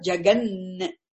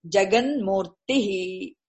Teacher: Takara is replaced by nakara because sandhi rule. Because following letter is a nasal.